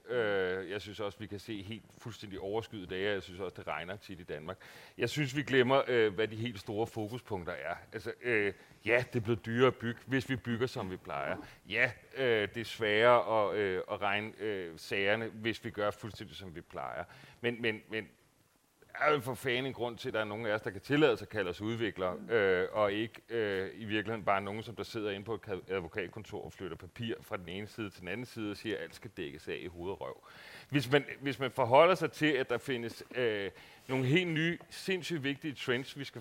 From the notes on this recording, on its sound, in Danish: I denne podcast optaget på Boligdagene 2023.